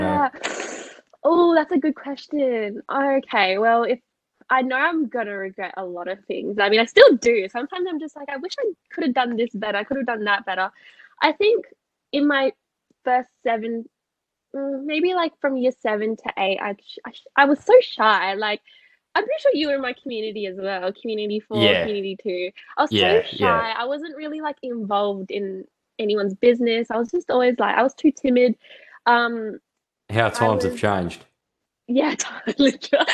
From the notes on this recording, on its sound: Sorry for the constant sound issue